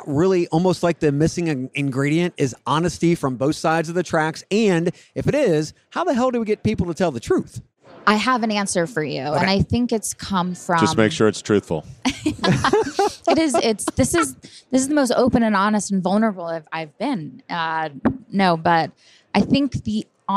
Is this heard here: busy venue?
yes